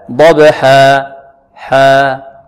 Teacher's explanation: الألف التي بعد الحاء تمد مدا طبيعيا